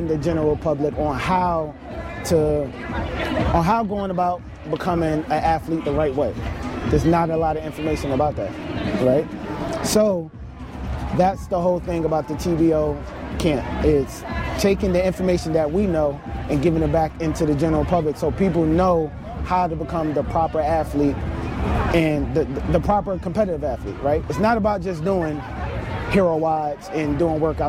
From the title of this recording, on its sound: Bonus Episode Live from TFX!!!